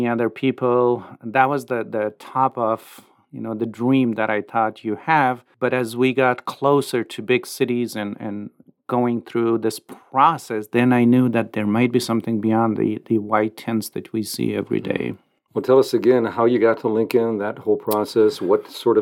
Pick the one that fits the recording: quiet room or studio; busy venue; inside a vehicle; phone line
quiet room or studio